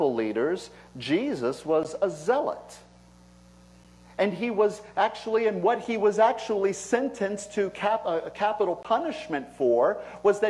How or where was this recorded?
large echoing room